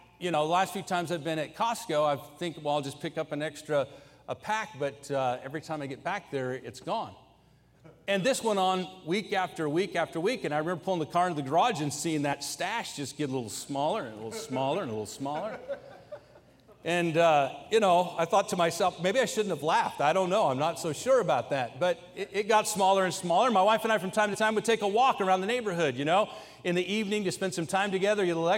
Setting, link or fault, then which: setting, large echoing room